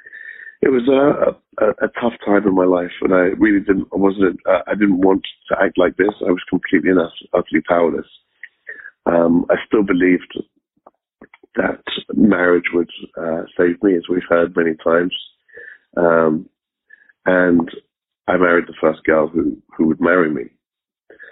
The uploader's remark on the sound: Monday Noon Phone Speakers Series